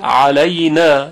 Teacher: در کلمه علینا حرف عین از میان حلق وسط حلق تلفظ میشه علینا، یک اندک فشاری در وسط حلق وقتی ما ایجاد بکنیم عین به راحتی تلفظ میشه علینا.